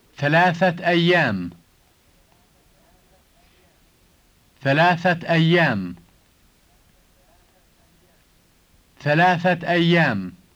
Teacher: when you say the two words together, you should add a T sound at the end of the word ثلاثة for three.